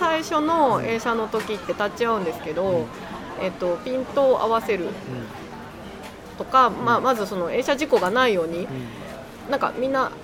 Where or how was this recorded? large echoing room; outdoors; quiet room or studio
outdoors